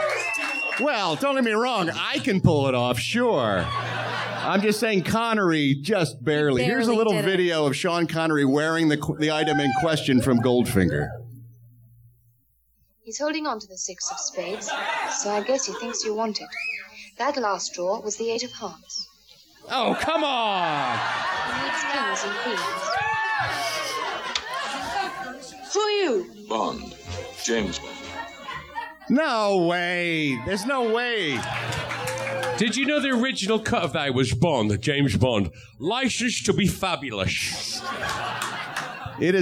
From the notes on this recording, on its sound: It's THE … REPORT LIVE on-stage at the world famous Improv comedy club in Hollywood. Doing the show in front of a sold-out crowd of … members!